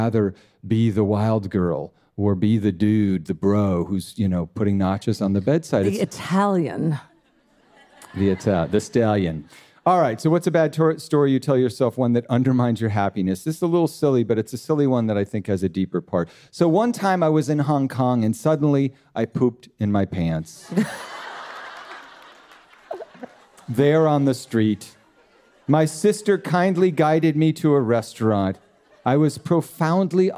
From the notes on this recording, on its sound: Dear Sugars returns to Portland, Oregon, for another raucous and uplifting live show. Ask the audience.